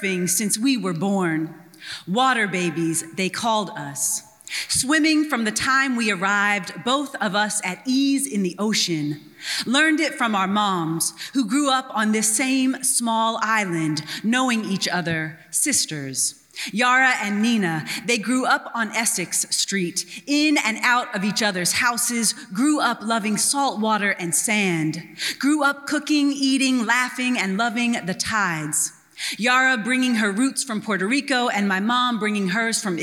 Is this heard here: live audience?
yes